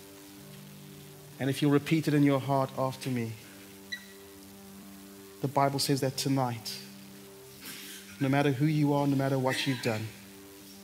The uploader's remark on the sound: At Common Ground Church Rondebosch on the 17th of September 2023.